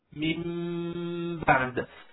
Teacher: لاحظوا أن من ب هذه الميم والباء جاءت بإطباقة واحدة للشفتين، يعني أطبقت الشفتين عند الميم واستمر هذا الإطباق موجودا إلى أن انتهت الباء، ثم فرج ما بين الشفتين. · Term: ميم مخفاة